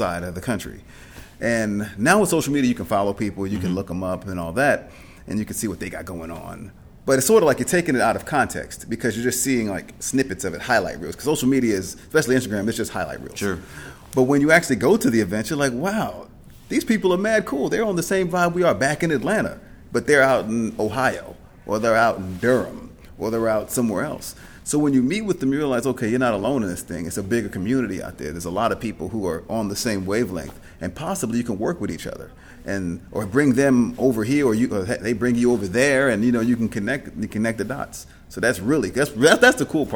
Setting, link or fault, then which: setting, busy venue